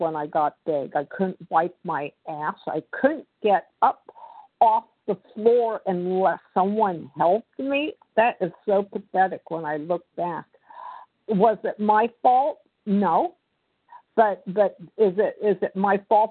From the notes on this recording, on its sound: 100 Pounders Phone Meeting, 8/3/23